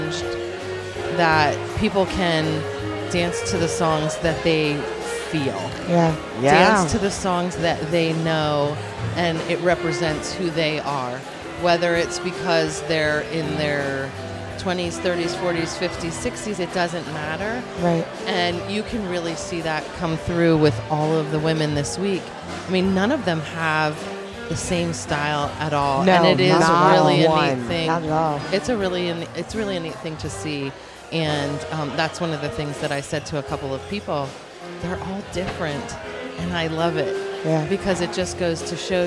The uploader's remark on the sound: Crowning LIVE from Hedo